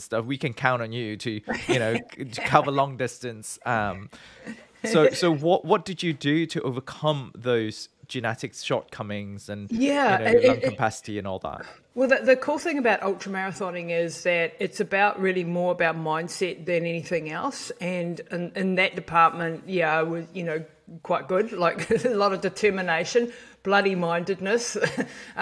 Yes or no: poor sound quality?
no